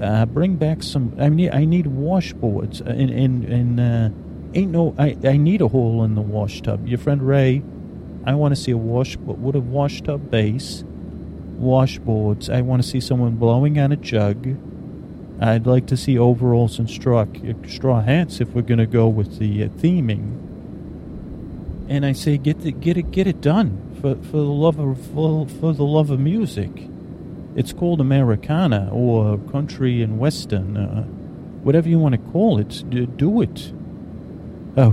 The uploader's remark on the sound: A mellow dreamy plane ride where your thoughts are soaked in white noise. CONTAINS AMBIENT AUDIO as it was recorded on a plane and during layovers at airports.